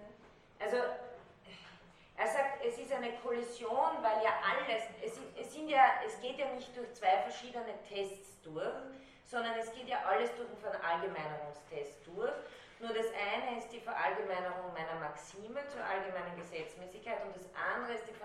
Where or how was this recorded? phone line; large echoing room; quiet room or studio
large echoing room